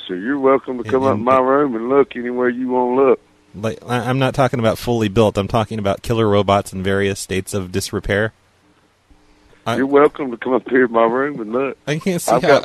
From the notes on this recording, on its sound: RBCP's Personal Prank Phone Calls Collection